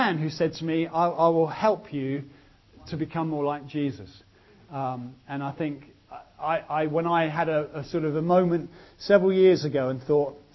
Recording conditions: large echoing room